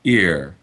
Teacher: you might transcribe that with a small capital I, I, followed by a schwa, potentially with uh, rhoticity. · Term: near